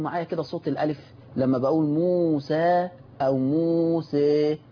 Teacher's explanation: يعني شوف، حتى لاحظوا معايا كده صوت الألف لما بقول موسى أو موسى، الصوت مختلف، فقلت إن حكم الألف في كلمة موسى النطق الأول هذا حكمه الفتح، لكن لما أنا نطقت الألف في موسى ابتديت أميل حتى جاية من مسمى الإمالة، حدث إمالة وانحراف بصوت الألف، فهنا دي تسمى إمالة